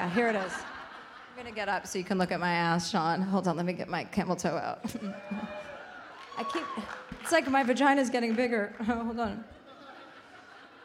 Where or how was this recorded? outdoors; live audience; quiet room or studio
live audience